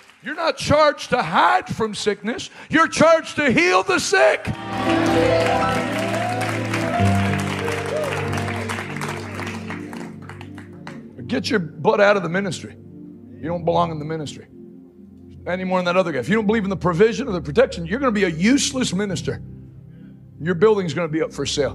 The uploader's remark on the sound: LIVE from Salem, Oregon